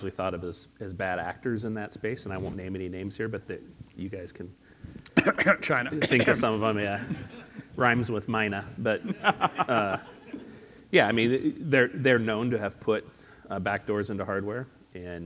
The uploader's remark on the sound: Live from Austin, Texas. Live on stage, from HyperConnect 2023.